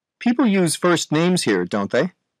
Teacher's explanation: اگر دقت بفرمایید، اگر tag question شما یک سوال واقعی باشه، به این ترتیب صدای شما، یعنی در قسمت A، صدای شما در انتهای tag question اوج میگیره و بالا میمونه